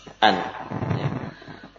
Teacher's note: Nun dari torful lisan, ujung lidah dengan gusi